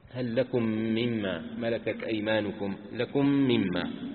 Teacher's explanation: الثالثة الإدغام والإظهار، والأصل الإظهار، الأصل إظهار الحروف وإعطاؤها حقها، ثم يحدث الإدغام في المثلين، إدغام المتماثلين بين الميم مثلا والميم